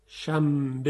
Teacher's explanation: یعنی به جای اینکه نون بگیم میم میگیم · Term: اقلاب